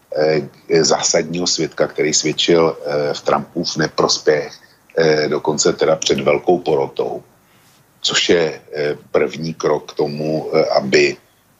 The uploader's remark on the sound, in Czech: Zasednu k mikrofonu a připojím se přes Skype na Slobodný vysielač.